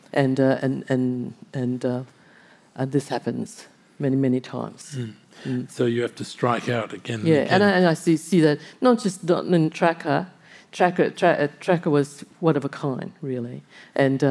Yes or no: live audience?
yes